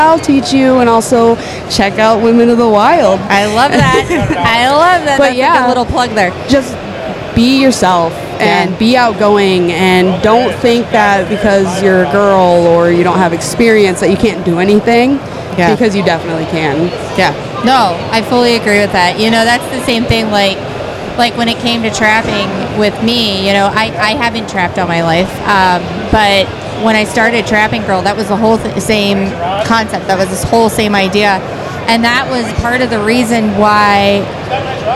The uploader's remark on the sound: Special Event: Live at the Outdoorama. At the Outdoor Rama in Michigan.